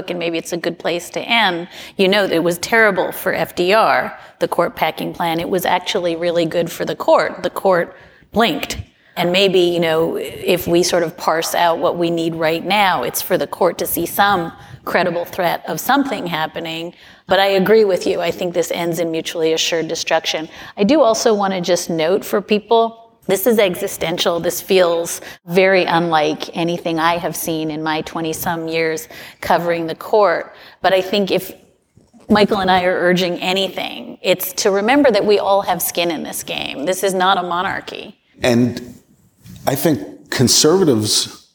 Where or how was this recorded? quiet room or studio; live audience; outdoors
live audience